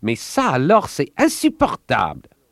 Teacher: Your larynx rises in your throat so that your voice comes out higher and more shrill than it would in English.